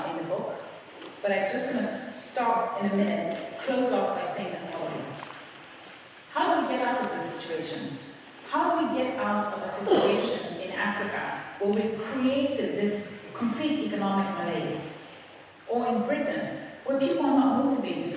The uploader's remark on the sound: In this lecture given at Oxford's Rhodes House.